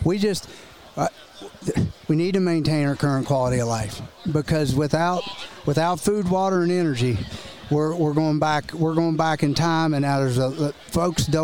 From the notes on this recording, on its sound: Live Conversation From The Shale Insight Convention.